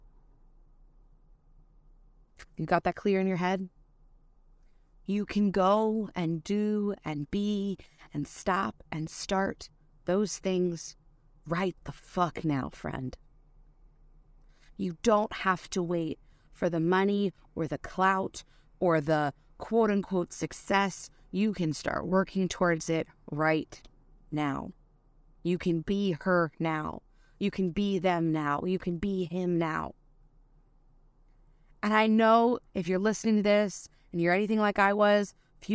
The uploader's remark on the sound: Today I recorded a true Quickie episode, in the moment while driving.